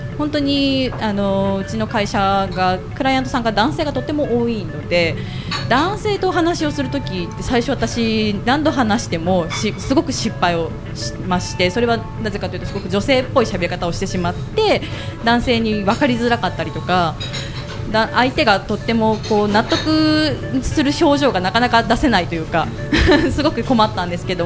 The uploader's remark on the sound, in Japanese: 麻布十番商店街入口にある、ビストロ「蝶蝶」にて行われた公開収録の模様をお送りします。